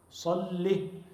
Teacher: اللهم صلي بتشديد اللام من غير ياء، لام مشددة وعليها كسرة